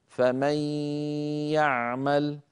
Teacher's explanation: أدغمنا النون في الياء فتحول جزءها اللساني إلى ياء، أما جزء النون الخيشومي وهو الغنة بقي موجودا بل طولناه ومططناه حتى صار طويلا غنة كاملة فمن يعمل.